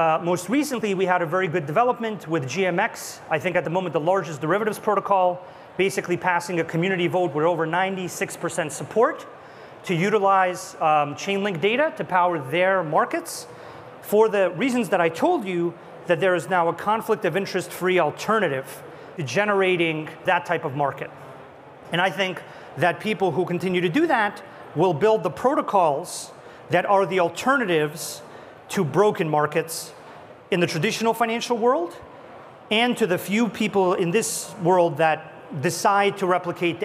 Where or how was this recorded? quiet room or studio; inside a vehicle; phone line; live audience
live audience